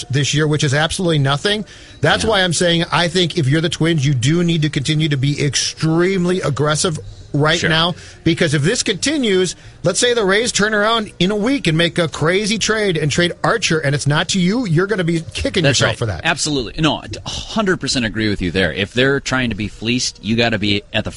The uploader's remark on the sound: live from Twins spring training in Fort Myers